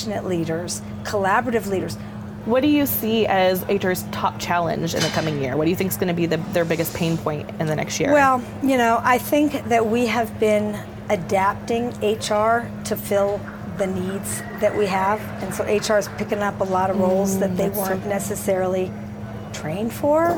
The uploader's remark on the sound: Studio on the road (again) to the 2023 HR Technology Conference & Exposition , held October 10–13 in Las Vegas. HR Tech 2023.